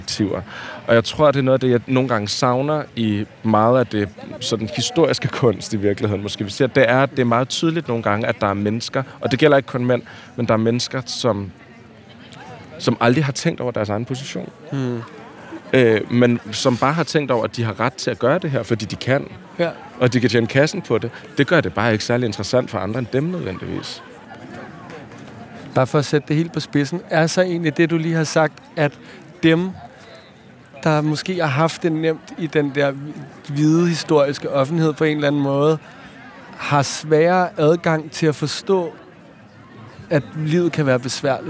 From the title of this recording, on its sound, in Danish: på en lydtur i Louisianas park